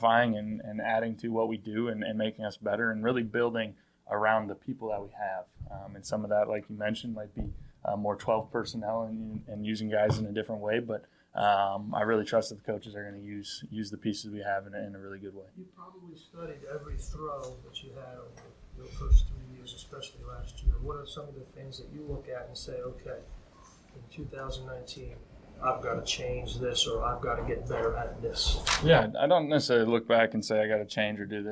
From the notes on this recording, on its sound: we have a triple decker of press conferences for you